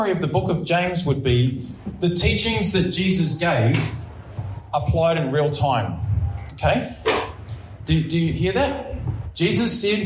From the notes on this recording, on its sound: Preached at Ngaruawahia